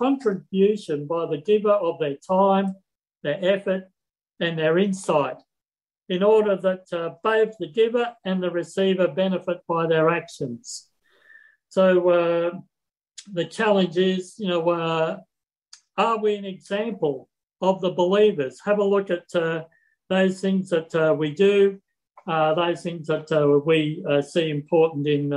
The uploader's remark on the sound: Talk 2 from the Wednesday United zoom meeting on 17 November 2021